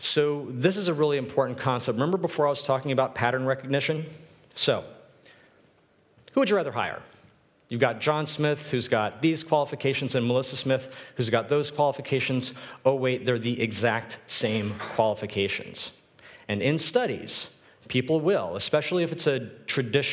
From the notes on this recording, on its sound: This is a recording of my talk at UX Copenhagen